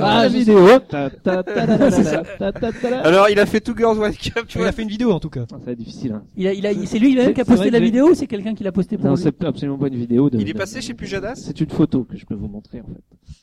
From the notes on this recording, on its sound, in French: Cet épisode a été réalisé en direct de PodRennes, rencontre entre et avec tout plein de podcasteurs.